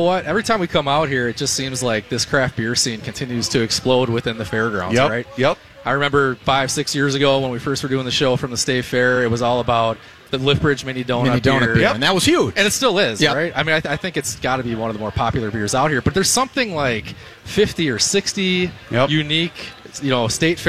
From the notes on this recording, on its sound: Bent Paddle and Shell Breweries Live from the Fair.